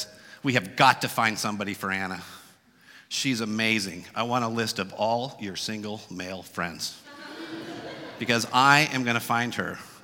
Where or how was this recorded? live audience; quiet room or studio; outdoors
live audience